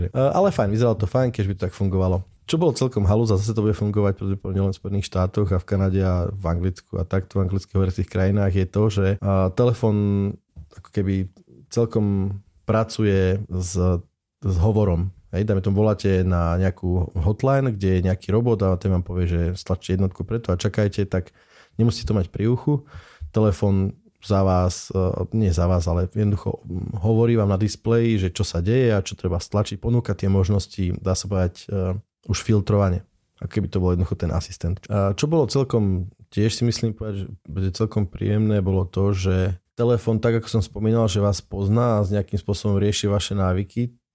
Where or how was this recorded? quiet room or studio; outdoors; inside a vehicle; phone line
quiet room or studio